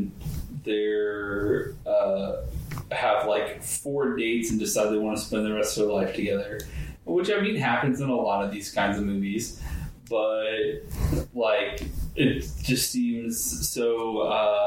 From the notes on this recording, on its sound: AUDIO ALERT!!!!! The audio isn't perfect, but it is manageable.